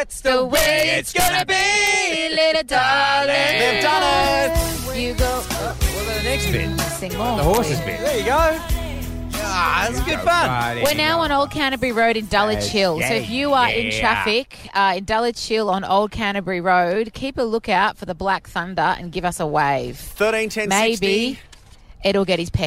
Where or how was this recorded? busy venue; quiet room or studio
busy venue